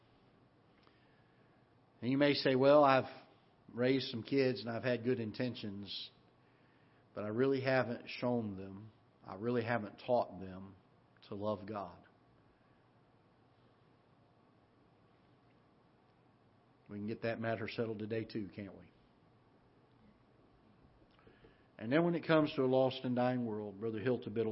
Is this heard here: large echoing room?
yes